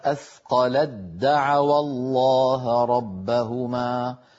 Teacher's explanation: كذلك الحال بالنسبة للحالة الثالثة من الحالات الثمانية، التاء في الدال، كقوله تعالى أثقلت دعوى الله ربهما. أثقلت آخرها تاء، دعوى أولها دال، فعند الوصل نحول التاء إلى دال